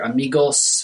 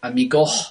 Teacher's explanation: In Mexican Spanish, you'll hear amigos with a final S. In Spain, you'll hear amigo with a final H.